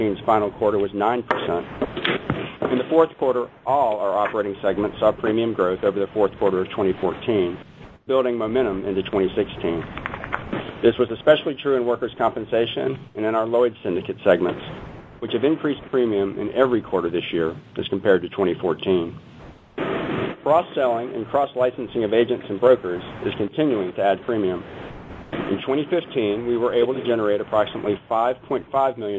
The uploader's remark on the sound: ProAssurance Earnings Conference Call